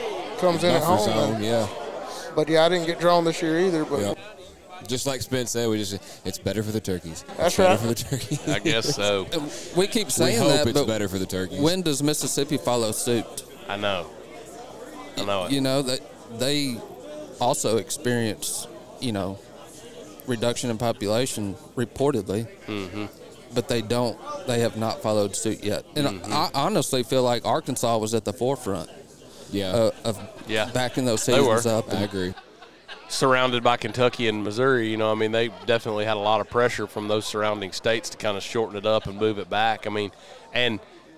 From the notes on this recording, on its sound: Live from West Point, MS. We are LIVE & in line.